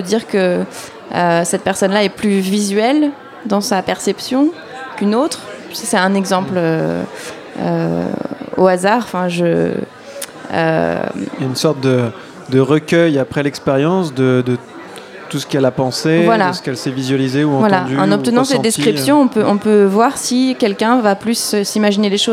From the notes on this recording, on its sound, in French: Radio Campus Paris était en direct de l'Espace des Sciences Pierre-Gilles de Gennes pour la Nuit Européenne des Chercheurs, une soirée de rencontre entre le monde de la recherche et le grand public.